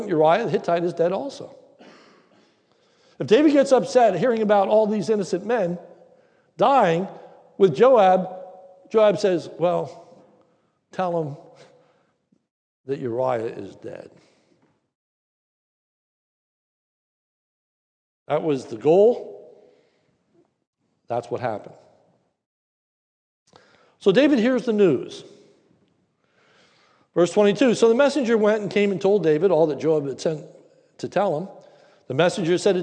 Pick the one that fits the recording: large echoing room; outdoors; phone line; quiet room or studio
large echoing room